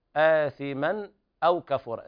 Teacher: إظهار حلقي لوقوع الهمز بعد التنوين